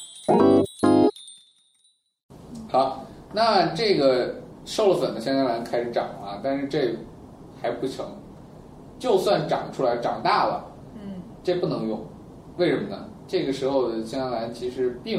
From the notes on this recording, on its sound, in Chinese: 本期节目为在张大妈办公区用录音笔录制，可能有街道上的杂音，请见谅。